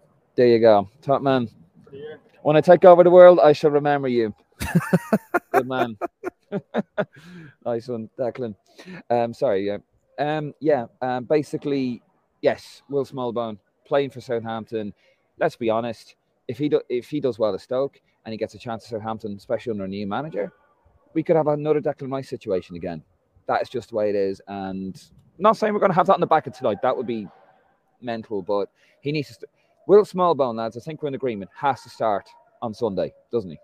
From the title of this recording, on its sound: LIVE reaction from Lansdowne Road!